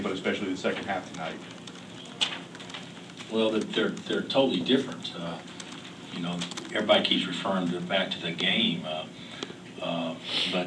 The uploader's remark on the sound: Press Conferences & Post-Game Interviews